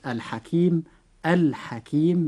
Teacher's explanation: فإذا وقع أي حرف من هذه الحروف بعد اللام في أي كلمة فتنطق هذه اللام عن طريق الإظهار، فنقول مثلا في كلمة الحكيم الحكيم بإظهار اللام، لأن الحاء وقع بعد حرف اللام في هذه الكلمة.